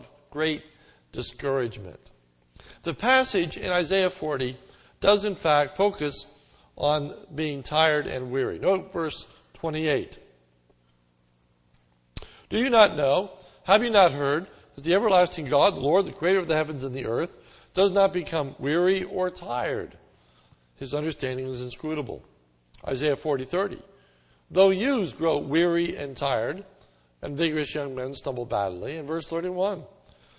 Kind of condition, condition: setting, large echoing room